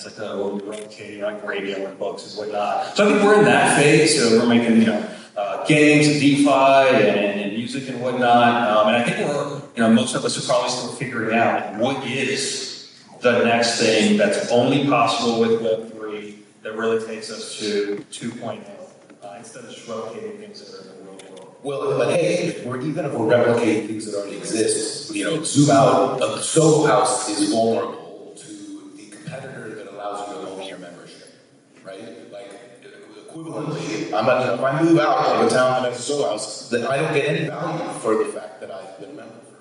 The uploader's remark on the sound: In a conversation live from Town Hall for NFT.NYC!